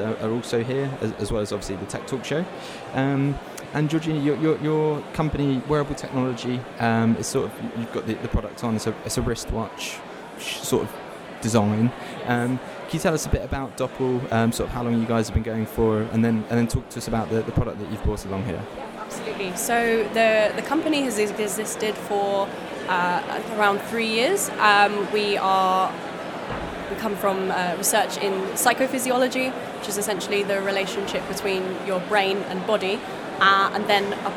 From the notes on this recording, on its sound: Unbound live special. In July we were delighted to attend the fantastic Unbound Live event at the Old Truman Brewery in London. The bustling venue showed us the best of UK innovation in tech – we had some great chats too.